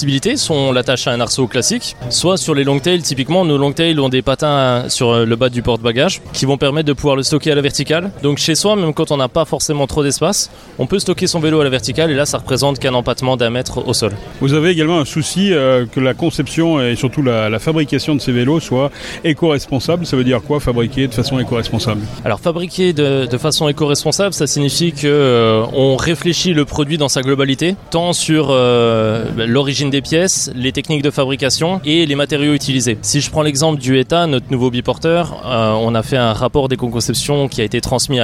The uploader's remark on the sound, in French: lors du Cargo Bike Festival à Lyon